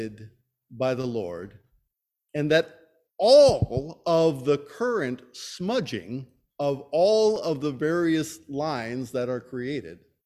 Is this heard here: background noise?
no